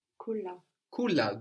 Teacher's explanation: You put the accent again on the second last syllable